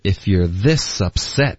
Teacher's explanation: this 跟 set.这两个音节才会有重音的。